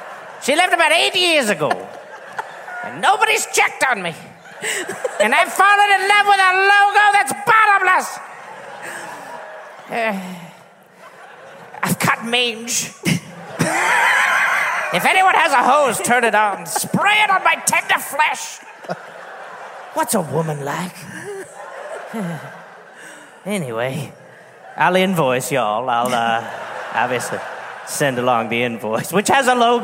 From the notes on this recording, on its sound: Live in LA.